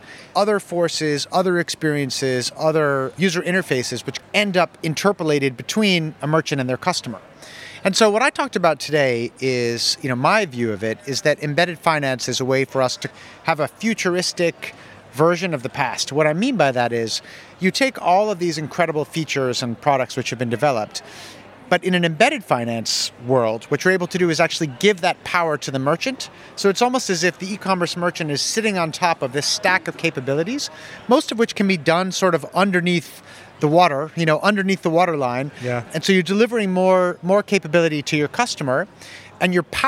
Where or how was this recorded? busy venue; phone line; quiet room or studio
busy venue